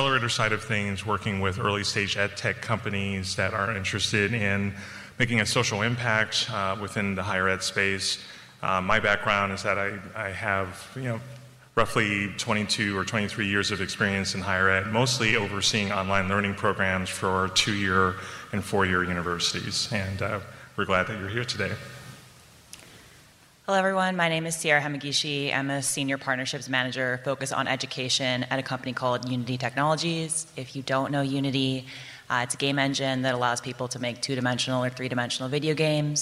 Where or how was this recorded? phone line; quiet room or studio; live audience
live audience